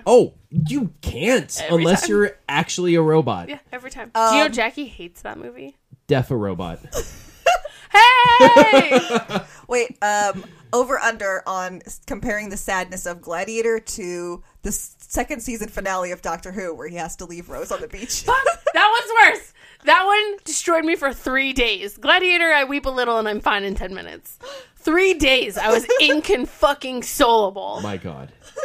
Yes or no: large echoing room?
no